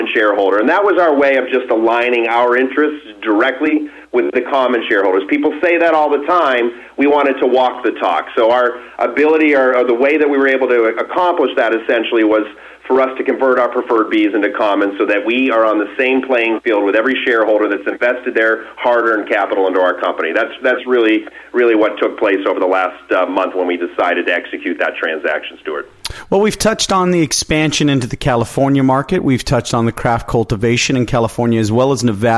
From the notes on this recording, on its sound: called in to SmallCapVoice